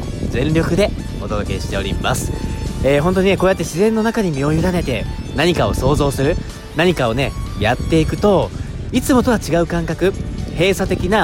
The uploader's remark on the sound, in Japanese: 今日放送のラジオは島根県出雲大社からすぐの稲佐浜で収録していきました。波の音も環境音として音声に入れております。